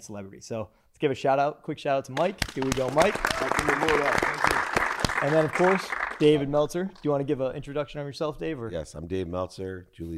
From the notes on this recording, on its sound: We hosted a launch party to celebrate the premier